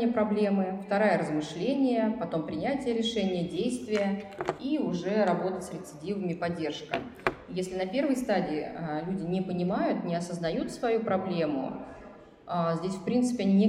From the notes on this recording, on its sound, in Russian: Мы записали этот эпизод на фестивале психологического просвещения PSYfest, который проходил в Благосфере с 20 по 22 мая 2022 года.